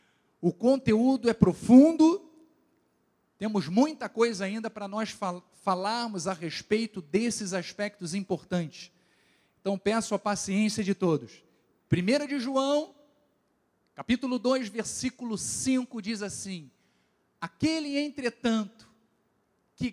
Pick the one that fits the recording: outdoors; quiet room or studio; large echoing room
large echoing room